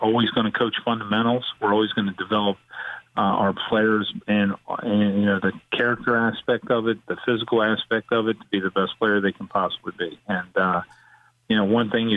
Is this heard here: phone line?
yes